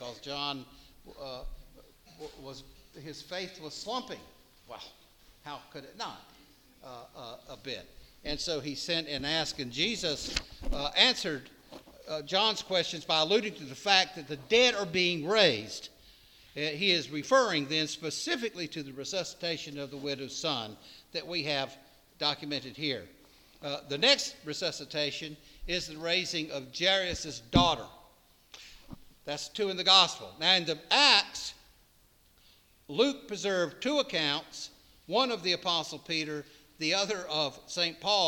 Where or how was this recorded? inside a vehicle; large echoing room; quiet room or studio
large echoing room